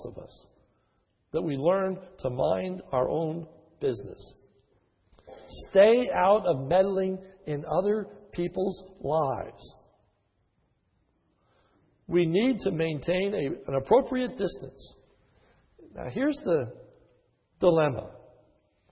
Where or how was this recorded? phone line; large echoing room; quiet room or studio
large echoing room